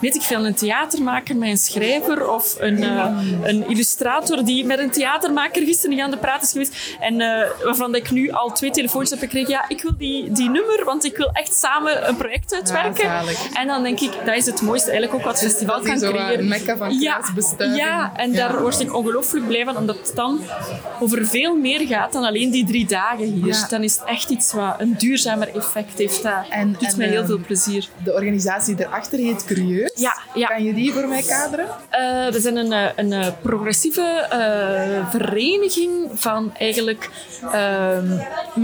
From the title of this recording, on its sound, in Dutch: Mini-interviews op het Festival van de Gelijkheid